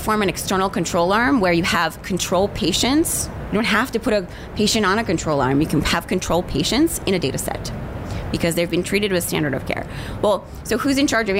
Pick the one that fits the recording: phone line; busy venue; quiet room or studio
busy venue